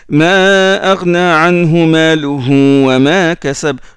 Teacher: le deuxième ha de Maluhu, On le prolonge en cas de liaison